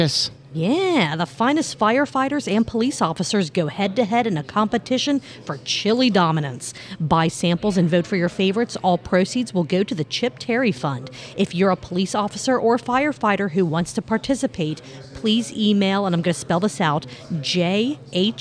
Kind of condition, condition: setting, busy venue